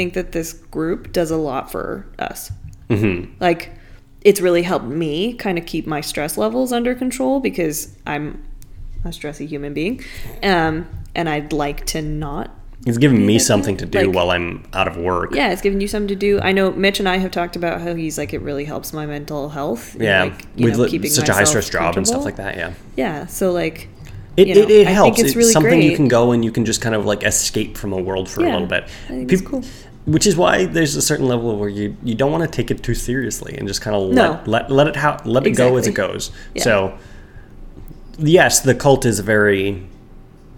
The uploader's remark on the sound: sorry about the echoes!